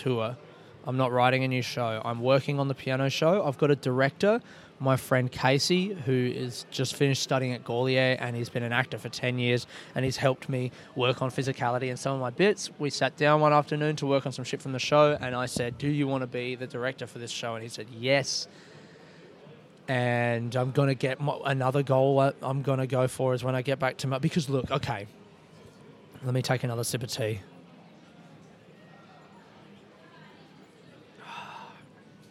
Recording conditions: busy venue